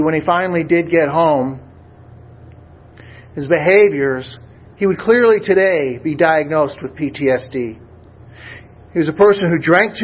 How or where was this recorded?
large echoing room